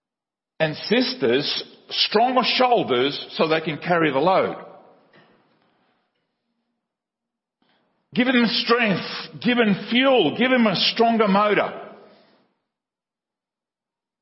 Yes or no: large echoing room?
yes